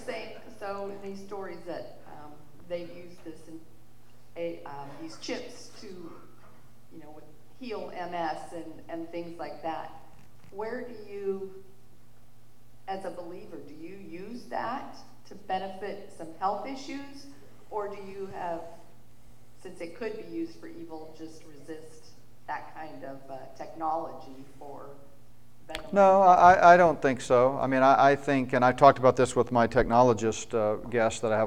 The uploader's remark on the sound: spoke at the Mid-America Prophecy Conference in Tulsa, OK